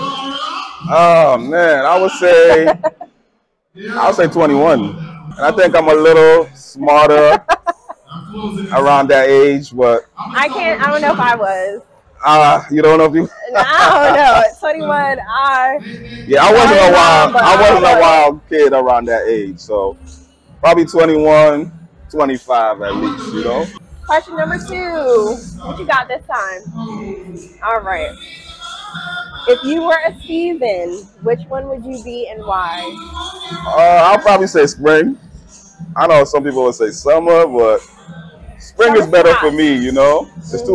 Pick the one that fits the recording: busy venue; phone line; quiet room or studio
busy venue